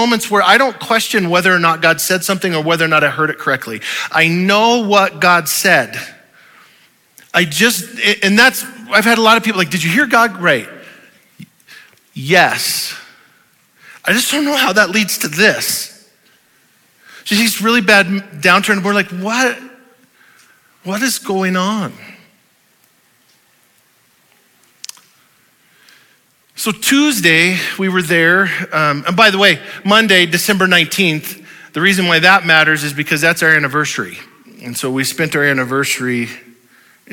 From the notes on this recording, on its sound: Audio file of the Sunday Morning Sermon